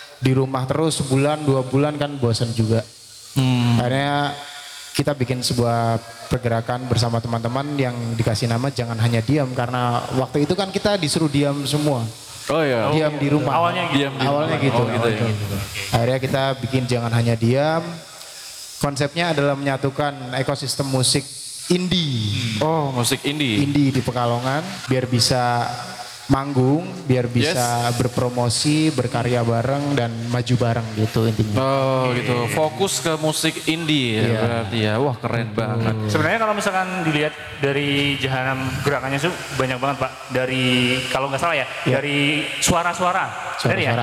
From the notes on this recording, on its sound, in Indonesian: Podcast secara live di acara Suaragam Fest selama 3 hari berturut-turut yang merupakan kerjasama antara Loemento Cafe & Resto dengan Jahanam Movement.